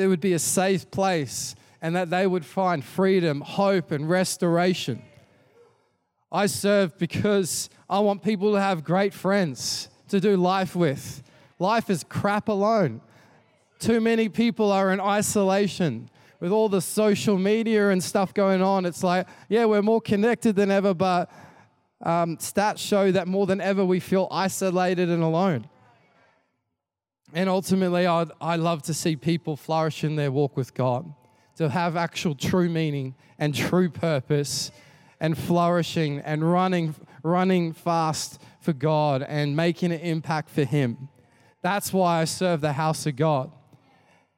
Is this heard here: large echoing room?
yes